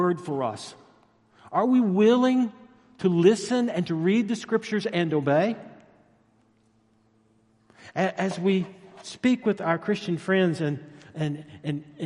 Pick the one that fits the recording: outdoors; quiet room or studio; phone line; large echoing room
large echoing room